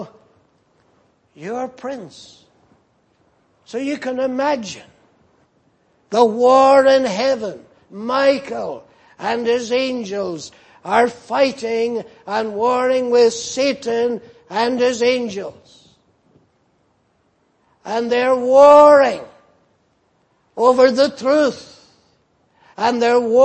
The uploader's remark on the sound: Preached in Grafton. At the Lord's Day Morning service on 18th November, 2018.